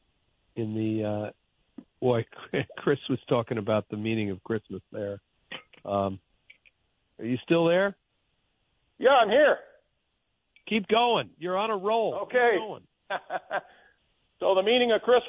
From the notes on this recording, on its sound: Listener Phone Calls. Takes calls from his listeners.